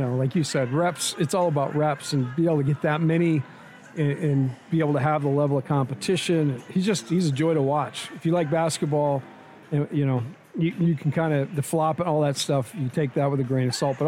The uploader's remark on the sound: Postgame press conference audio